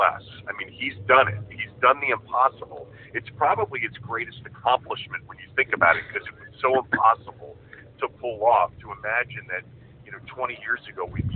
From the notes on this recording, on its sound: Open the show by talking face-to-face. Over the phone.